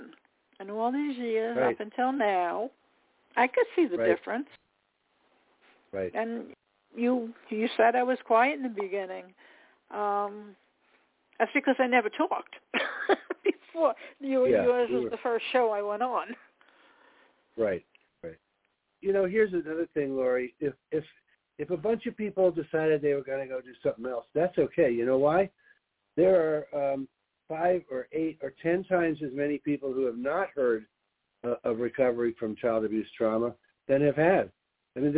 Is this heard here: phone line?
yes